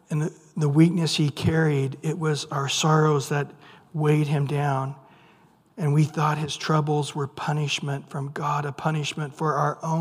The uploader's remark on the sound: Recorded at Calvary Chapel of Los Alamitos